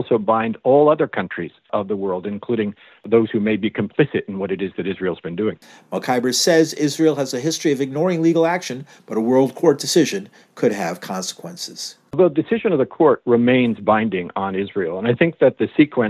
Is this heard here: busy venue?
no